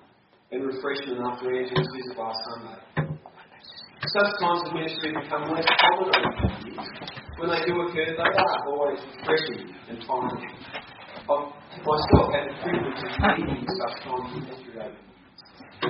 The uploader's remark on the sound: we apologize for the quality of this recording